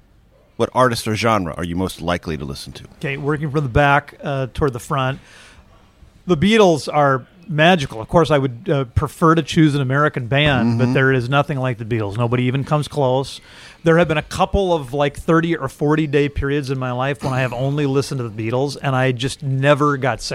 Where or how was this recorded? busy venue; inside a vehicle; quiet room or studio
busy venue